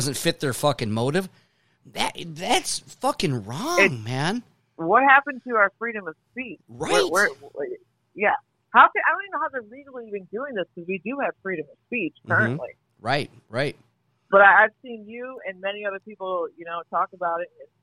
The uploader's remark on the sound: Live Podcast call to my Hollywood/ slash Vegas high school friend.